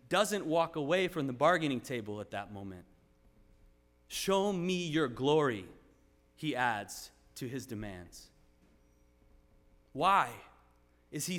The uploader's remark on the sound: Sermon preached at RCHP on October 22, 2023.